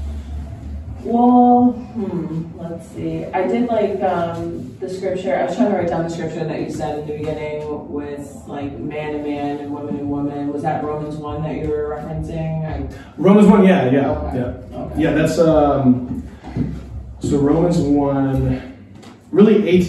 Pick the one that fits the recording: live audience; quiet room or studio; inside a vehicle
live audience